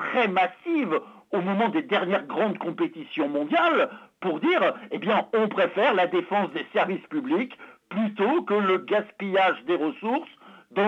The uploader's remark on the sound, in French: nous recevons par téléphone